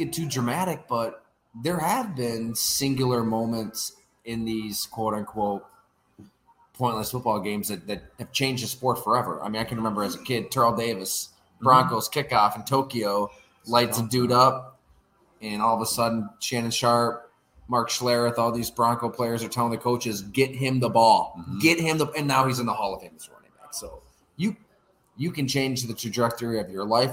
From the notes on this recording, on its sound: We record live at Fattey Beer Company in Hamburg, NY.